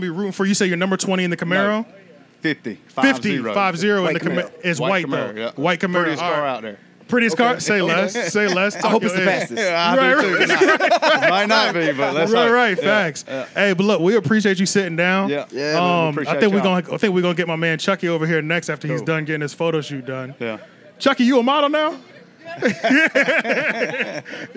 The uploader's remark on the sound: we had the pleasure to host a Live podcast at their tailgate event